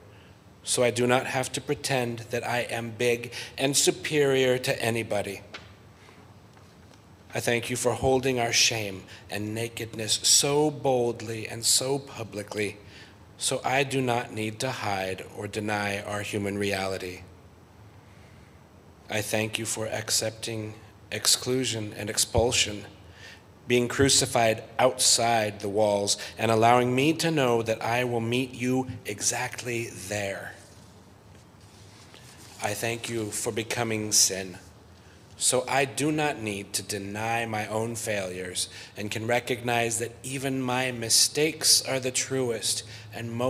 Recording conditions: large echoing room